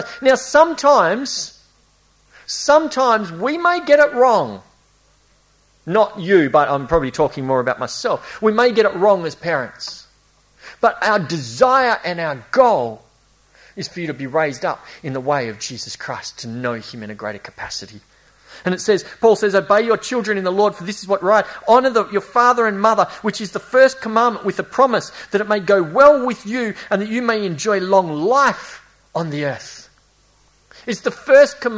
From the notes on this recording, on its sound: A series preached at Esperance Church of Christ.